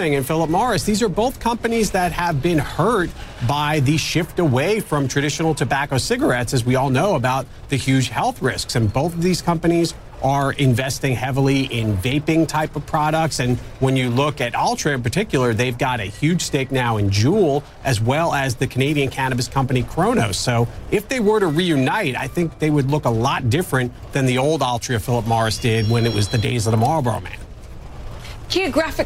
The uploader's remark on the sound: live from the New York Stock Exchange